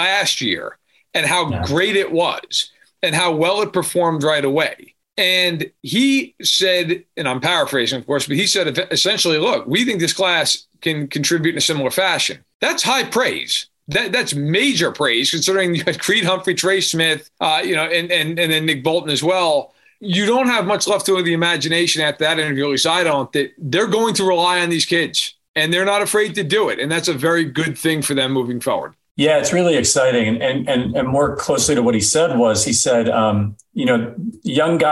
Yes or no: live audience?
no